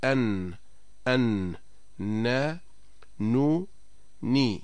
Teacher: مخرج النون من طرف اللسان مع ما يحاذيه من اللثة العليا، مع اشتراك الخيشوم، أي تصاحبهما غنة من الخيشوم · Term: حرف النون